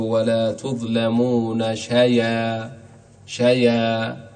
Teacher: ننقل حركة الهمزة إلى الياء قبلها ونحذف الهمزة فتصير ولا تظلمون شيئا، شيئا. · Term: النقل